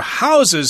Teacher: Hear the word house with a z sound at the end there. That's a verb.